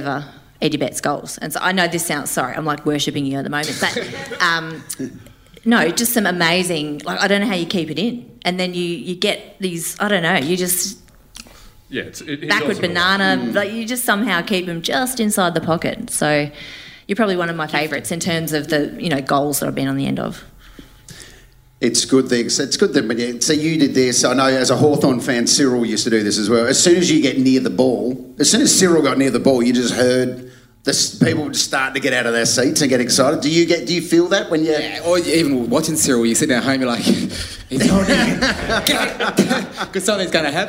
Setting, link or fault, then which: setting, live audience